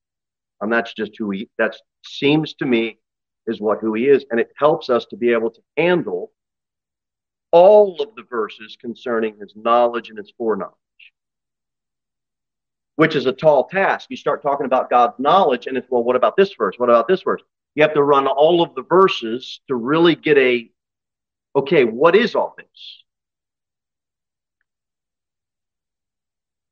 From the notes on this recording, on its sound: Sermon delivered at Pilgrim Baptist Church on Sunday, June 11, 2023, at 2:15 pm. Jere Whitson Rd.